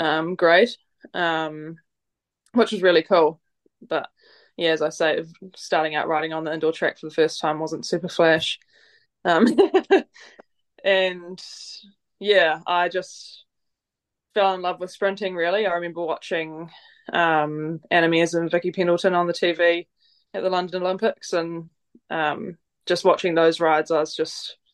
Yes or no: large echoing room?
no